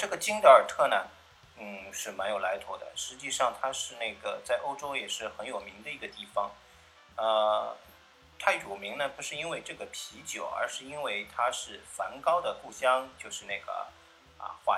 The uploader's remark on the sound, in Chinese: 这次用了AU录音感觉有些杂音，见谅。